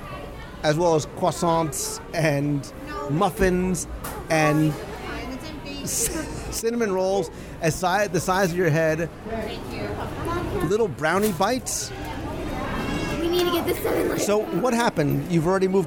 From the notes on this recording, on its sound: Live Review of the Landscape of Flavors at Disney’s Art of Animation Resort. Join me for a live restaurant review of the Landscape of Flavors at Disney’s Art of Animation Resort.